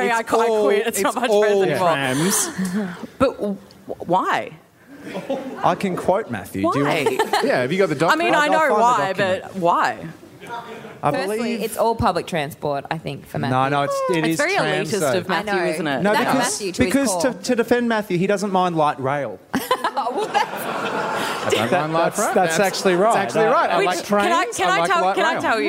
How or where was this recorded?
busy venue